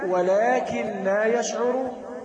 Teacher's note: النون مع اللام إدغام بغير غنة كامل